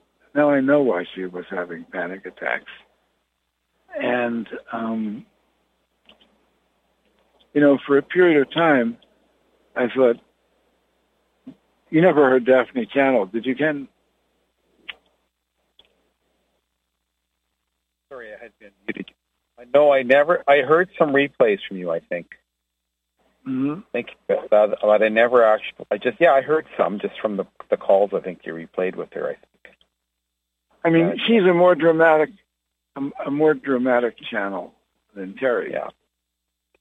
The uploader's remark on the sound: Conference Call LIVE, June 15, 2022